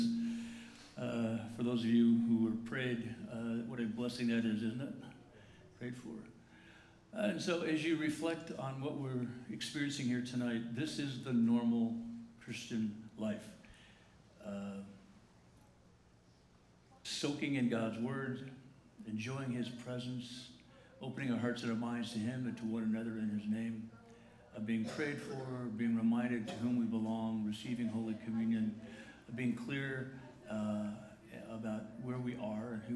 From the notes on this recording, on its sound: The following is a recording of the Good Friday Family Service on Friday, April 19, 2019 at La Jolla Community Church.